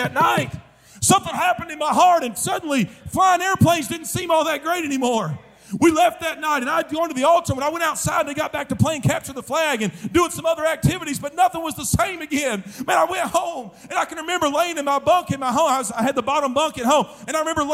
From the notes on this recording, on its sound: during the Wednesday Evening service of the 40th Annual National Youth Conference in Santa Clara, California